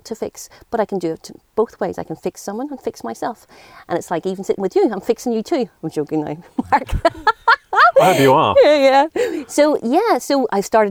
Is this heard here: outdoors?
yes